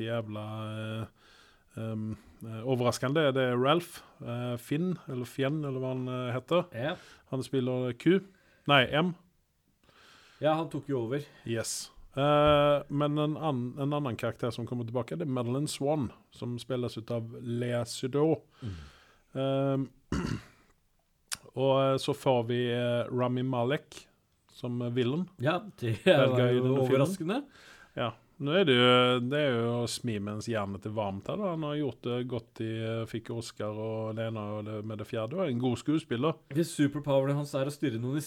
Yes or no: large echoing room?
no